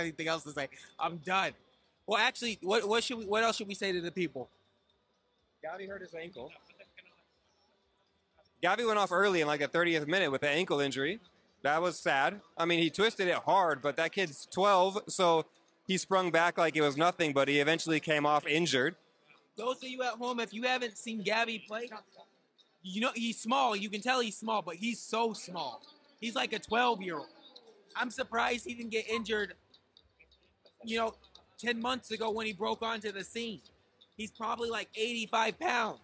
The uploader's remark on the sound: Live From Camp Nou! This week we are coming live from Camp Nou in Barcelona! We're here watching Barcelona take on Osasuna.